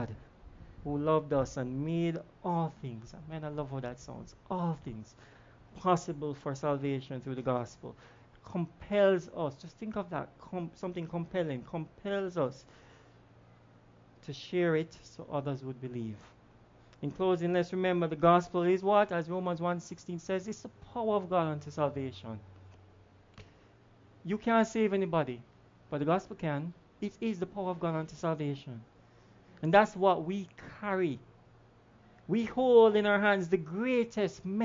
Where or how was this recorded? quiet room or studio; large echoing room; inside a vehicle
large echoing room